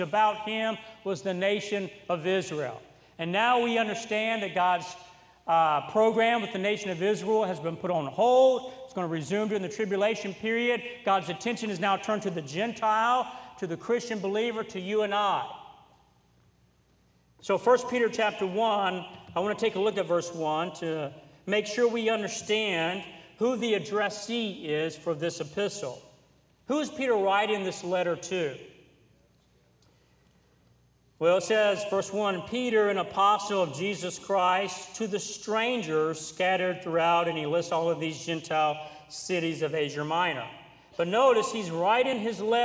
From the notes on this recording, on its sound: during the Wednesday Evening service on July 26, 2023, at North Valley Baptist Church in Santa Clara, California